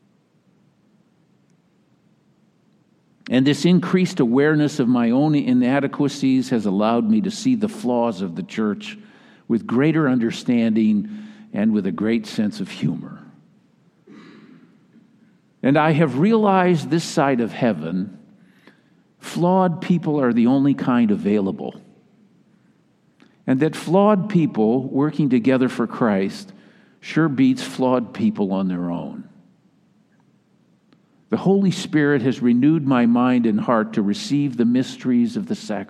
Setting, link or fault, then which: setting, large echoing room